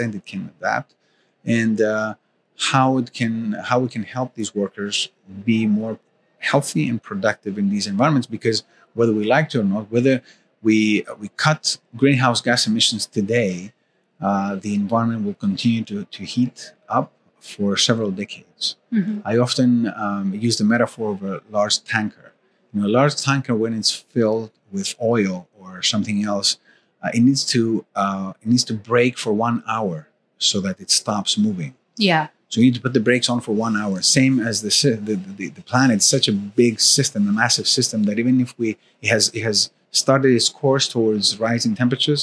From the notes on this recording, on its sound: Recorded live from the 23rd World Congress on Safety and Health at Work 2023 in Sydney, Australia.